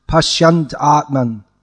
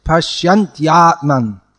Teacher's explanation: You're just saying pashyant atman. But the y has to come. It's not that it's dropped. · Shown in: second take · Yeah, pronounce it pashyantyatman. · Term: y sound